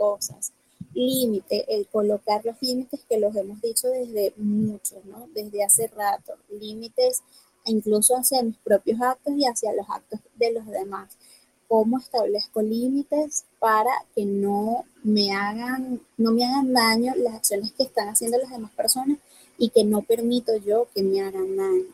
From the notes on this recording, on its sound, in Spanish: Un episodio que fue grabado vía un VoiceChat de Telegram.